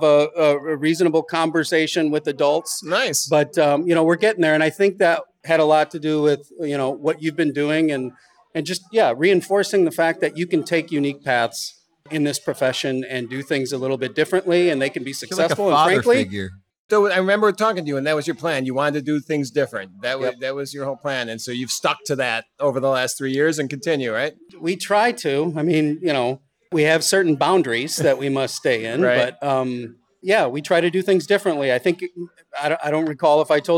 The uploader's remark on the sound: is live from The Beer Temple in Chicago